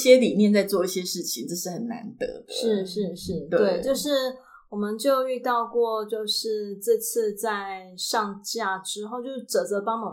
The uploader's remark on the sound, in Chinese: 今天到調香工作室。因為訪談處回音較大，聲音有些不同，請多包涵。